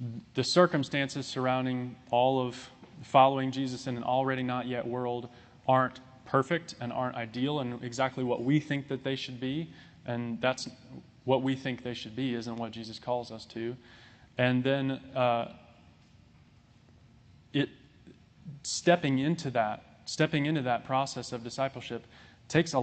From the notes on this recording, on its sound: This sermon was recorded on July 3, 2022.